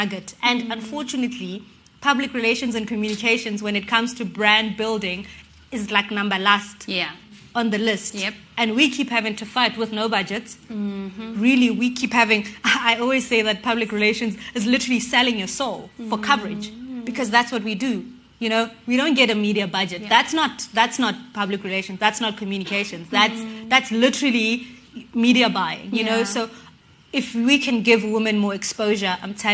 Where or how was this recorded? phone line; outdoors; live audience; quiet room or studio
live audience